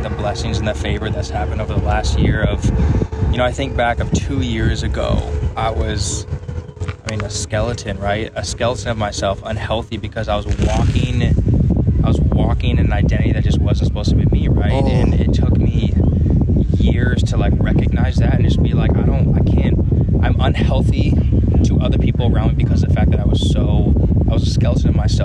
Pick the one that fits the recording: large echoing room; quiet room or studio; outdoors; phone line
outdoors